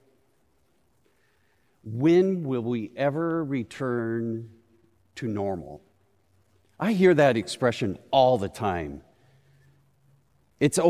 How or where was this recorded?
large echoing room